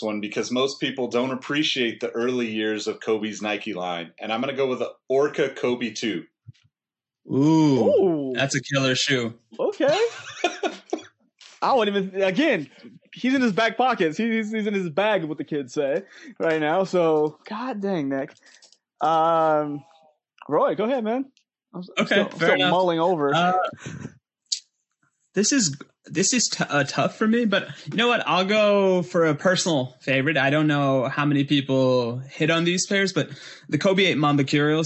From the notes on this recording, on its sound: Livestreamed with StreamYard. Recorded on Riverside.